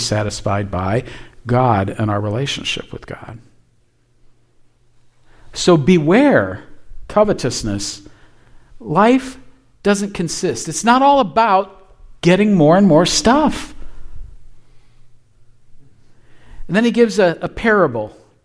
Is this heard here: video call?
no